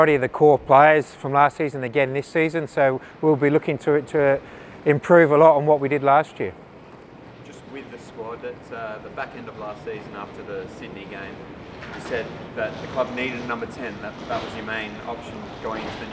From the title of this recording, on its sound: Pre-Match Press Conference